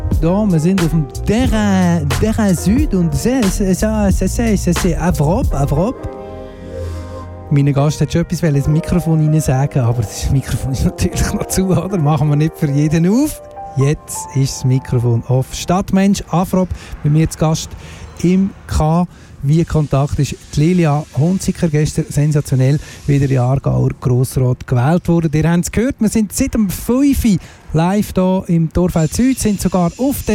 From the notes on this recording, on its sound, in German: Live auf dem Terrain Sud. Wir sprechen live vor der Torfeld Süd-Brache. Wir wollten die Stimmung live einfangen und haben unseren Sendebus auf der Brache parkiert.